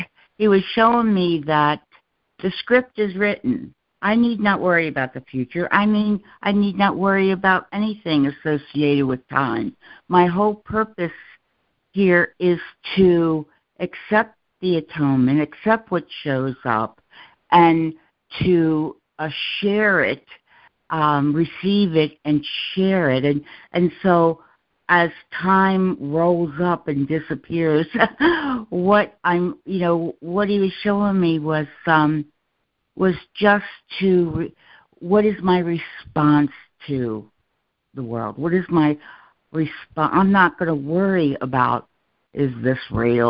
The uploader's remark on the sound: ACOL MAR 29, 2023 CONF CALL.